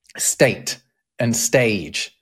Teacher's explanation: And what happens over the centuries afterwards is French that's around now loses the S sound and English loses the E at the start